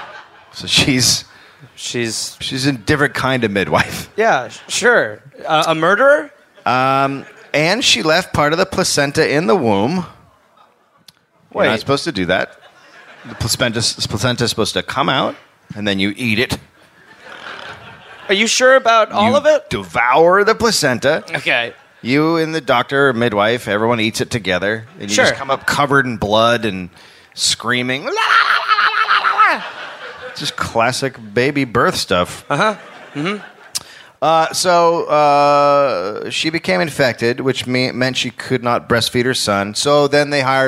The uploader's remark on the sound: Live in Perth, Australia.